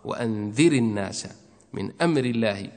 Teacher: نعم، فترقيقها مكسورة عند وصلهم متفق عليه. إذا كانت الراء مكسورة ومتطرفة ووصلتها فهي مرققة · Term: ترقيق الراء